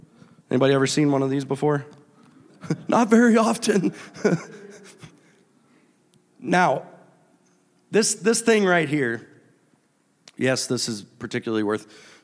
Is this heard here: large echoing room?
yes